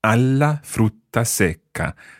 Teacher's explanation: the a joins the la and you get an extra L in there, so you need to bounce the consonant. · Term: bouncing consonants